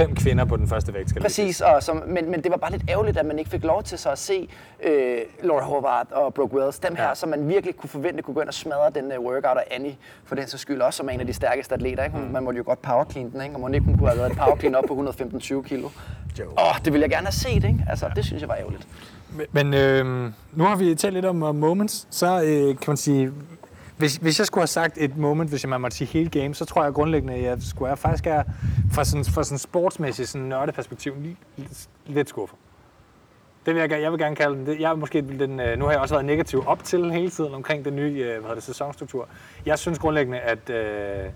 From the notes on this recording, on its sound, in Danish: episoden er undtagelsesvis optaget udendørs, så der er lidt vindstøj i mikrofonerne!